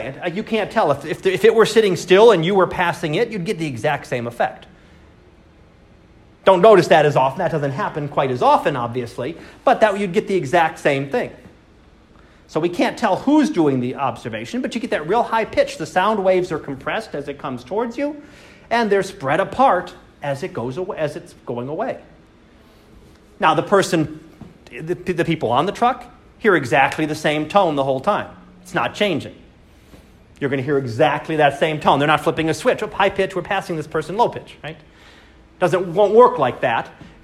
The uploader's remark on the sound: Live Class Lecture